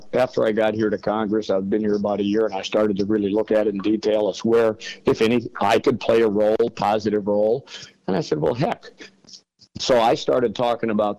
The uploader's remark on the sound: was able to have a phone call